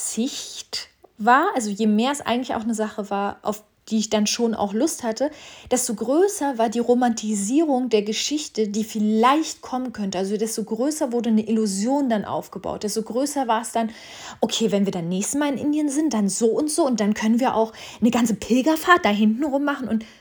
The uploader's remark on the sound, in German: Schon hab ich mit dem Jingle Vorsatz gebrochen und schon wieder raw und uncuttet per Handy recorded.